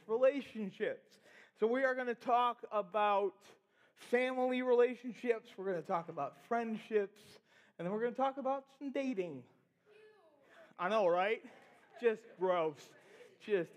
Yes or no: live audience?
yes